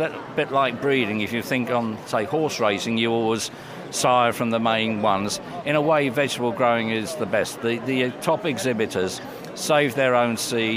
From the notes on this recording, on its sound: we're at the RHS London Harvest Festival Show